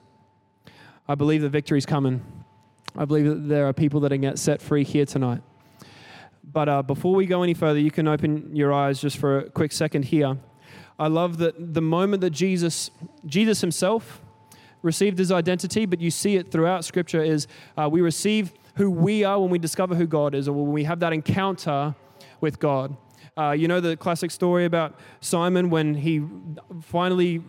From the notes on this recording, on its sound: Recorded during our 5pam service on Sunday, the 7th of May 2023